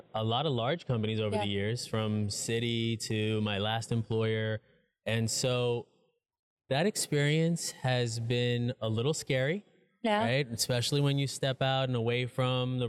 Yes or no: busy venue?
yes